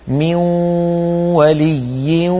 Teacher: ننطق واو ومعها غنة